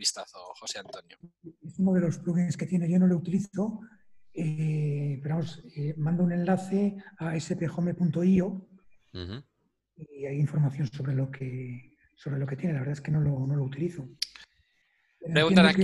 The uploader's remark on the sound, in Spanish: Audio del Webinar que grabamos el martes 21 de abril de 2020. Audio del Webinar que grabamos el martes 21 de abril de 2020.